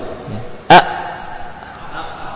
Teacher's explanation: ketika dilepaskan benturannya tidak ada nafas yang keluar · Term: huruf hamzah